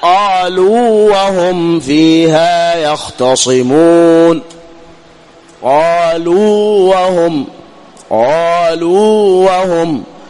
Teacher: توضح ولا تدغم، لأنك بالإدغام يسقط حرف المد